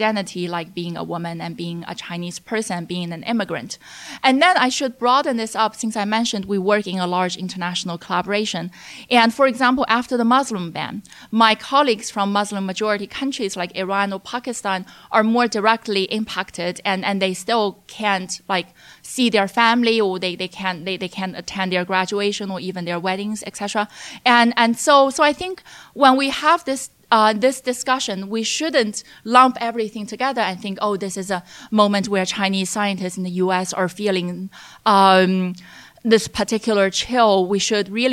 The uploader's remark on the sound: In a show taped at SupChina's NEXT China conference.